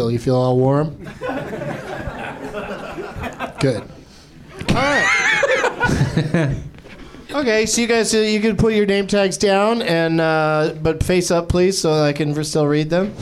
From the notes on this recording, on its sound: Live from the NerdMelt Showroom in LA